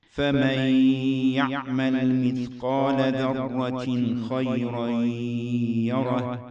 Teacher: فمن تدغم بالياء تصبح فمي مع غنة. فمن يعمل خيرا يره تنوين بعده ياء.